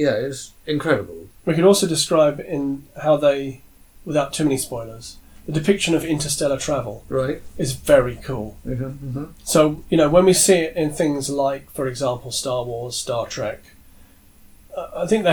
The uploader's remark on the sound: Are in the same place, making their discussion more natural, and their sound quality lower.